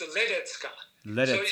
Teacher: the accent is on the first syllable